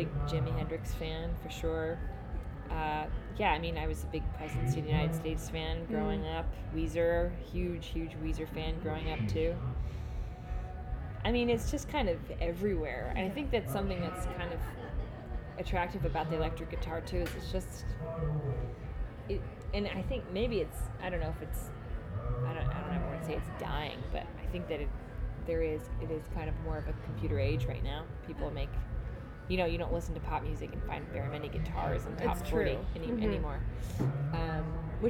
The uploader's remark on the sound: First try recording remotely, so be kind about janky transitions and auxiliary noise.